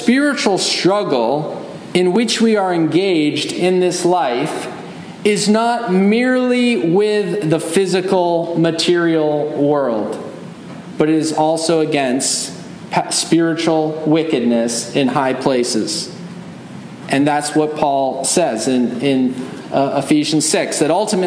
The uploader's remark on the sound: Message delivered Sunday, September 10, 2023 at Mt Carmel Primitive Baptist Church, Bel Air, Maryland